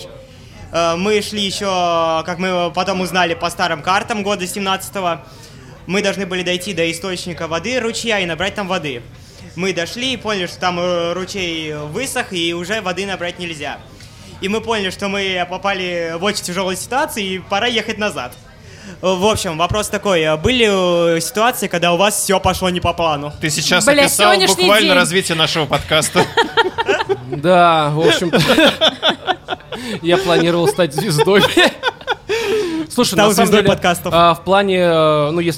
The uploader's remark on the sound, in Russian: LIVE-запись со слушателями. 30 сентября в Москве прошла праздничная сходка слушателей подкаста «Животные в Студии», во время которой был записан сто девяносто шестой выпуск.